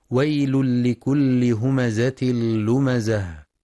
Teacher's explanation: ينتبه القارئ لإدغام التنوين في اللام إدغاما كاملا بغير غنة في ويل لكل، وكذلك في همزة لمزة، ويراعى بيان صفة الصفير في الزاي مع تحقيق كسر اللام المشددة والوقف على التاء المربوطة هاء ساكنة مع بيان صفة الهمس.